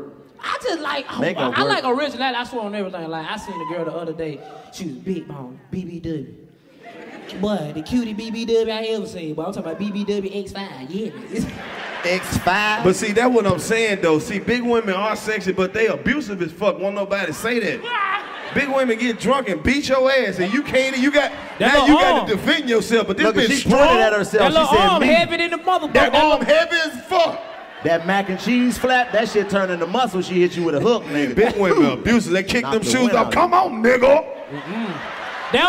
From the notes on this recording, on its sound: Roasting everybody in the crowd! Live from the Nashville Comedy festival, the new kings of comedy kick off three sold out shows for Cashville!